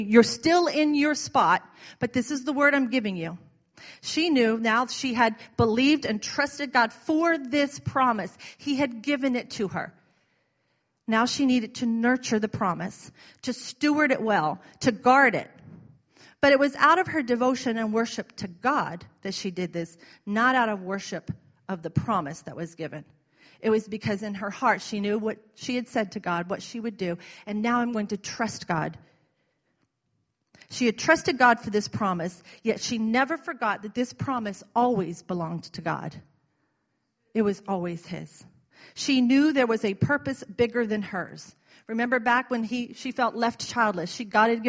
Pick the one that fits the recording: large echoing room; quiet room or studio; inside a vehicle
large echoing room